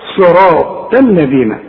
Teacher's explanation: وطلع لسانك في الذال